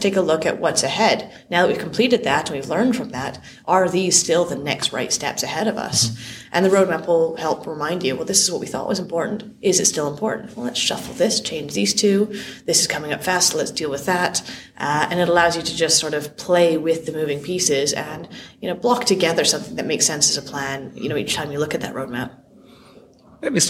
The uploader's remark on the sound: at the Product Elevation Elevation 2022 conference in Dublin